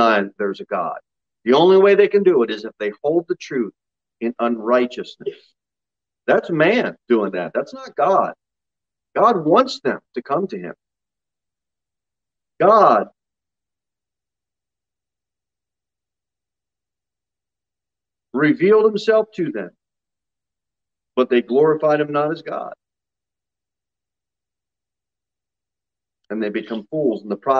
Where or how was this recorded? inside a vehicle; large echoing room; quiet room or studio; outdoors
large echoing room